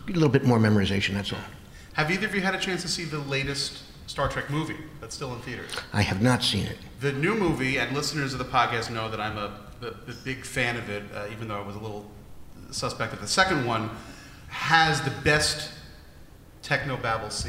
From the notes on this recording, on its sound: Recorded Live At Star Trek: Mission New York.